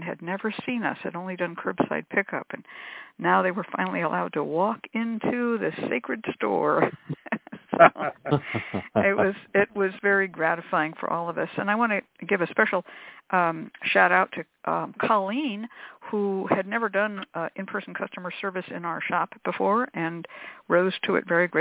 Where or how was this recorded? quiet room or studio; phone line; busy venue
phone line